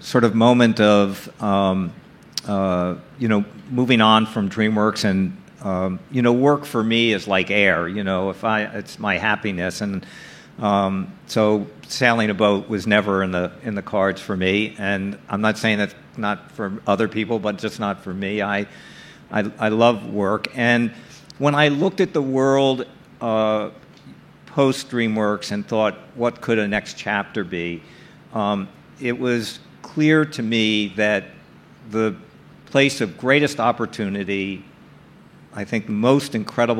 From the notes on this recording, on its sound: Recorded March 2, 2022 at the Upfront Summit